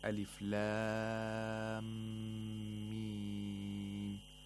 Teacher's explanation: whenever we pronounce lam and mim together, so we have to apply the ghunna of the mim.